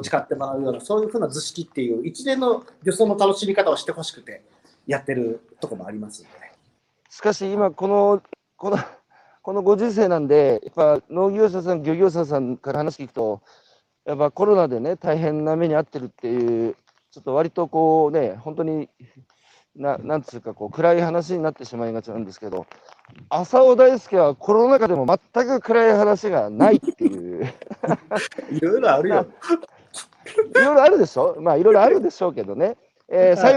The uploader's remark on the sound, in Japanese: 歩きながら1時間、対談する。歩くラジオ。